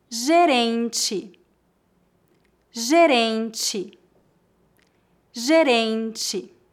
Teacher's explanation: Lembre-se que a vogal E é pronunciada como I em final de palavras. Não dizemos gerente, e sim gerente.